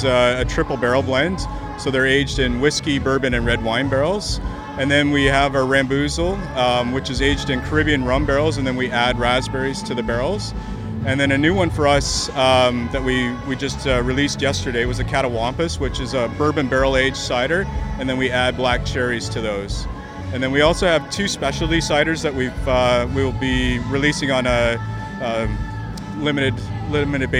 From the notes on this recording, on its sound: Toronto Cider Fest 2019. At their first Toronto Cider Festival.